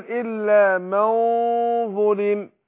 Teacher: النون الساكنة حينما يأتي بعدها أحد حروف الإخفاء ويكون نفس الحرف من حروف الاستعلاء حرف مفخم أنا بفخم الغنة نفسها لأن اللي بيبقى من النون في حال الإخفاء الصفه بتاعتها اللي هي الايه اللي هي الغنه فاقول الا من ظلم هكذا. · Term: تفخيم